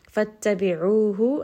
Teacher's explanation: Fattabi'uhu, ayn is going to be a two count mad. Ayn is from the middle of the throat. There is going to be a little bit of constriction on the middle of the throat as you say this letter.